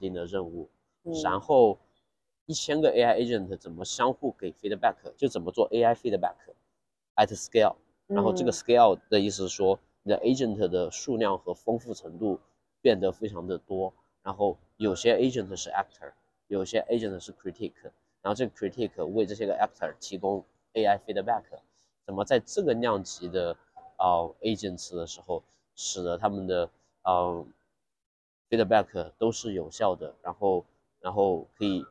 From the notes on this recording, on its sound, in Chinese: 是在ICML 2023 International Conference on Machine Learning, 国际机器学习大会 的现场录制的。这次在室外录制，嘉宾还在生病，不免有些杂音。